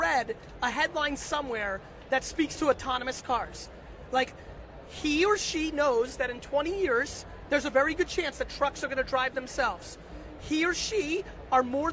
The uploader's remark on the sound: live interview style chat with CNBC while at the RISE Conference in Hong Kong